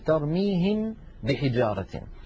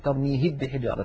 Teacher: الميم من الشفتين، ترميهم بحجارة، الباء من الشفتين، فهما حرفان من المخرج نفسه، إلا أن الميم فيها غنة والباء ليس فيها غنة، لذلك لا تدغم الميم في الباء لما فيها من الغنة.